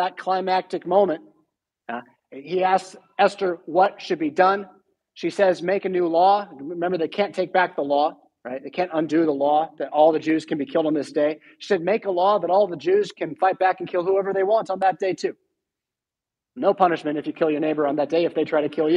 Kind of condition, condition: setting, large echoing room